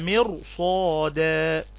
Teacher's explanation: الراء هنا مفخمة، تفخم الراء لان ما قبلها مكسور، ولكن بعدها حرف الصاد وهو من حروف الاستعلاء، تبقى مرصادا.